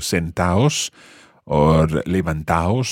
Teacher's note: So on its own, sentad, with a D sound, but if you're talking to a group of people and you're using the reflexive form, sit down, sit yourselves down, sentaos. So you don't pronounce the D.